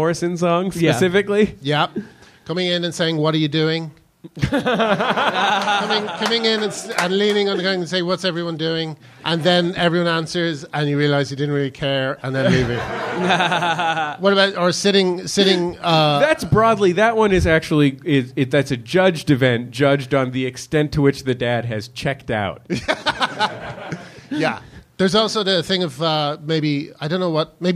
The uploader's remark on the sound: Recorded live at the Leicester Square Theatre in London.